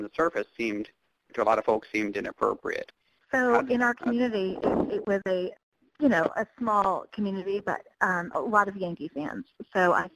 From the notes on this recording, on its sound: We phone interviewed the prosecutor of his case. This recording took place during the From Cradle to Cane Conference: Crimes Against Vulnerable Victims in Charleston, SC March of 2017.